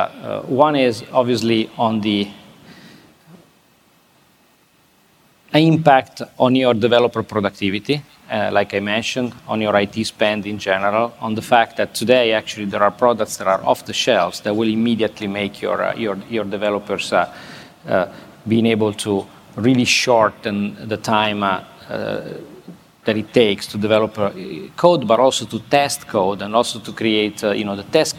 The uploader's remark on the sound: This interview was recorded at Fintech Nexus USA in New York City on May 10. This interview was recorded at Fintech Nexus USA in New York City on May 10.